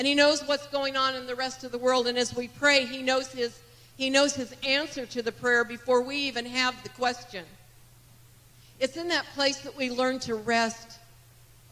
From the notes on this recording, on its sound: This message was recorded on May 28, 2023, at Gateway Church in Richmond, Indiana